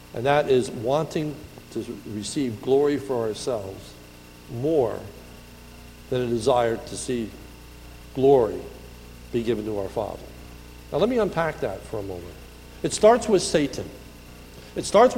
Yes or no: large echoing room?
yes